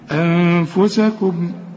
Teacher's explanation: والميم ميم إظهار اوعى تغنها